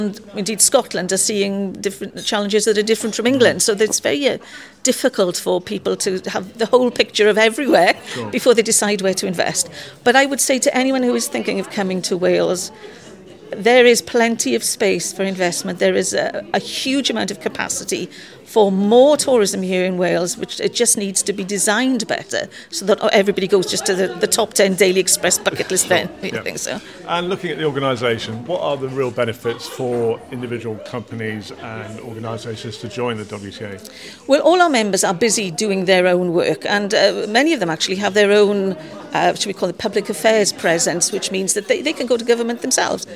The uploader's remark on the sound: attends the the sell-out Mid Wales Tourism Conference, held at the Metropole Hotel and Spa, Llandrindod Wells and talks to key stakeholders at the event.